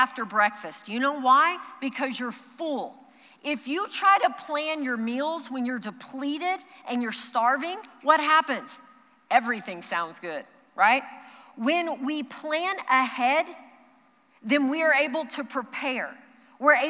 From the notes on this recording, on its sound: Recorded live during our Wednesday night service